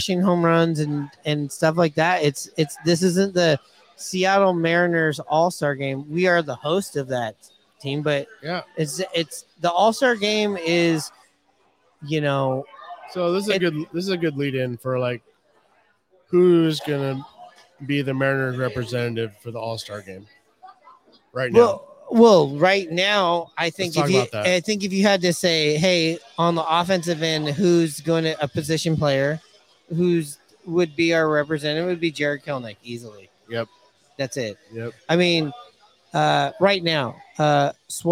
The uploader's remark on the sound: Live from Hooverville Bar!